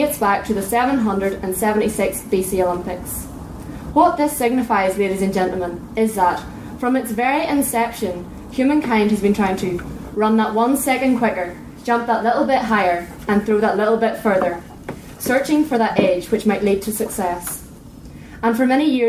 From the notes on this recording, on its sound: In this recording you will hear the first round of speeches and debating from the second room. I believe it may have been the Belfast South room, but I do not know for certain.